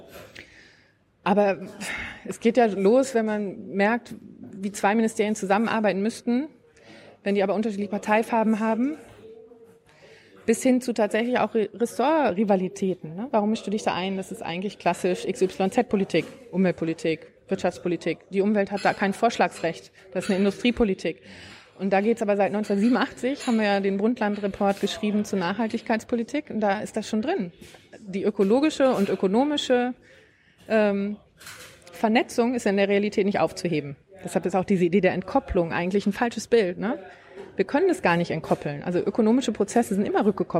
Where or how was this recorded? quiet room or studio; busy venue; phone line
busy venue